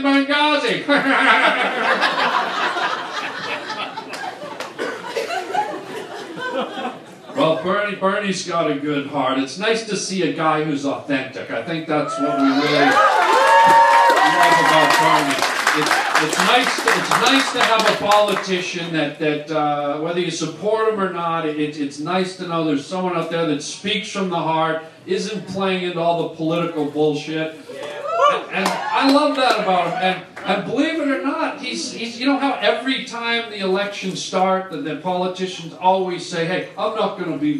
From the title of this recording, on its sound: does stand up at BERNIE SANDERS rally